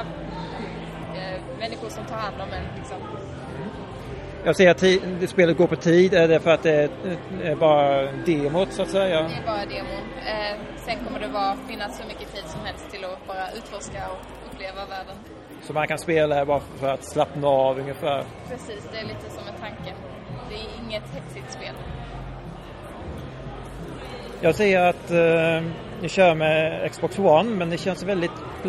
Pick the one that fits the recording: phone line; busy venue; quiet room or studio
busy venue